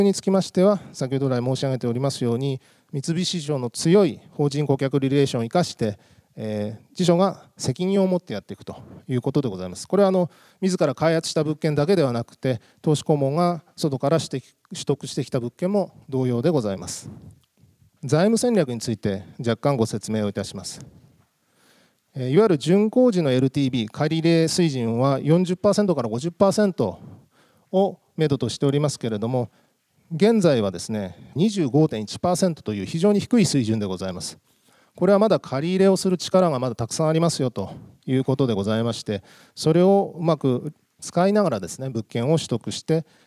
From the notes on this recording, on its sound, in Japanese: 2月24日に東京証券取引所で開催した「J-REITファン2018」に登壇した「三菱地所物流リート投資法人」のIRセミナーをダイジェスト版でお送りします。